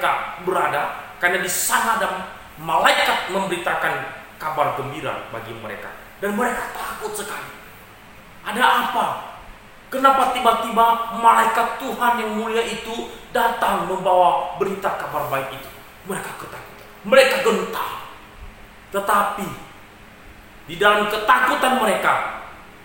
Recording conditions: large echoing room